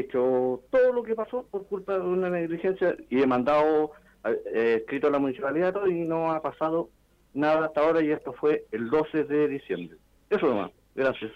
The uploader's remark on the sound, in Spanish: La autoridad edilicia visito nuestra emisora. Respondió inquietudes de la audiencia tanto por teléfono como redes sociales.